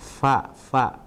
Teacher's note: fa harus ada angin yang keluar karena fa itu makhrajnya dari bibir bawah bertemu dengan gigi seri atas · Term: hamasnya